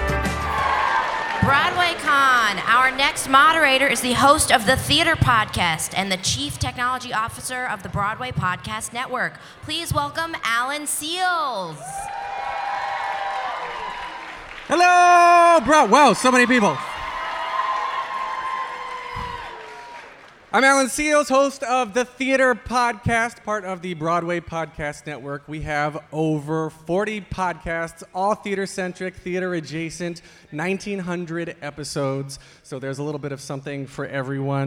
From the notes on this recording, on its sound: LIVE from BroadwayCon 2020 in New York City, here is the main stage panel. Conclude the event with BroadwayCon's largest selfie, ever!